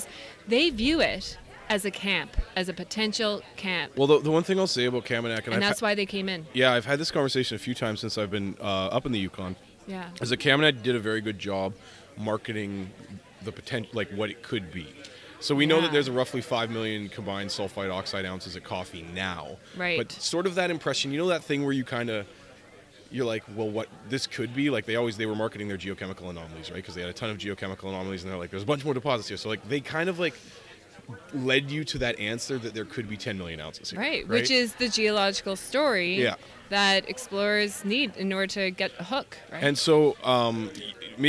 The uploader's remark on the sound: record on-site at the Yukon Mining Association Investment Conference 2016 in Dawson City!